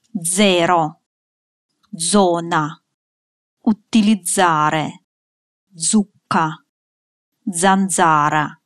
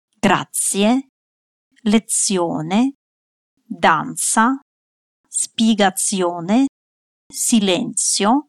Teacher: В этих словах я прочитала букву «з» более глухо, как звук «с». · Shown in: second take